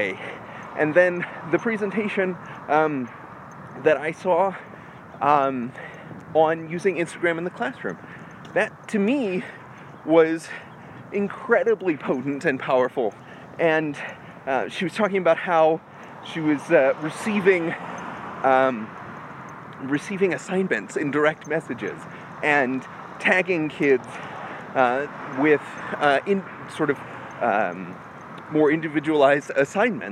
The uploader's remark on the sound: A live walk and talk.